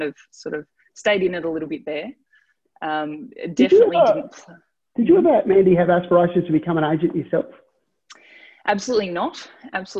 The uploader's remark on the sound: ZOOMCAST.